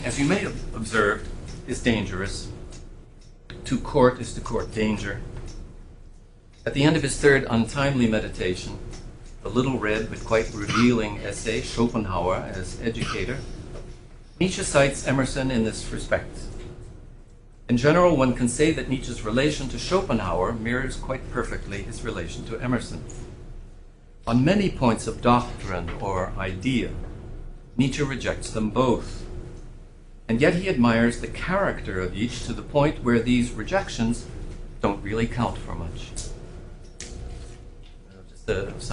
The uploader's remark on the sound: Hosted by the Villanova University Department of Philosophy, a lecture.